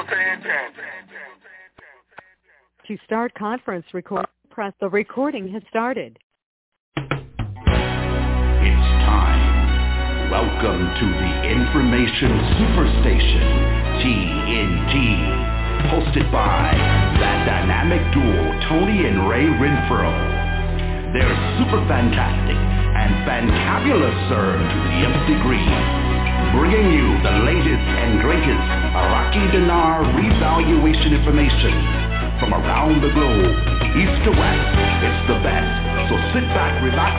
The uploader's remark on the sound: TNTSuperfantastic Conference Call